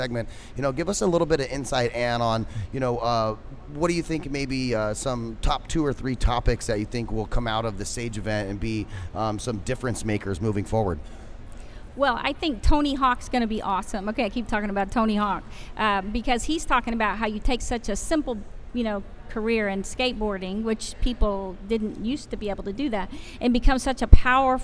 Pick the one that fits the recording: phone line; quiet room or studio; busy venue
busy venue